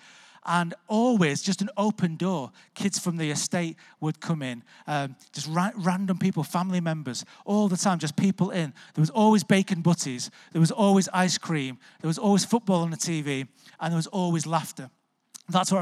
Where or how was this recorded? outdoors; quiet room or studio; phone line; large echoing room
large echoing room